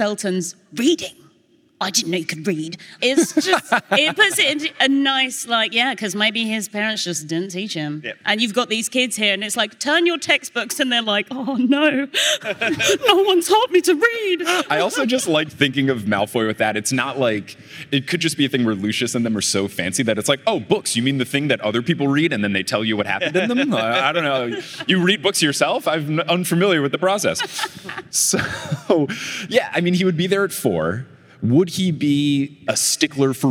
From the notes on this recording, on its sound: Live from LeakyCon Orlando 2022